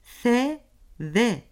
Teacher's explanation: F, V sesleri üst dişlerin alt dudağa değmesiyle söylenir ve bunlara dudak-diş ünsüzleri denir